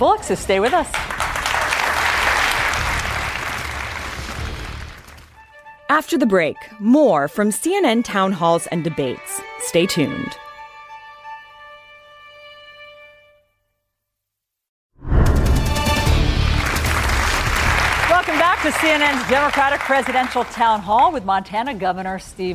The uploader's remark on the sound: answers questions during a live town hall